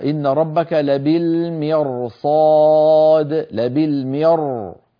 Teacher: لماذا نقول مر ونفخم؟ لأن بعدها صاد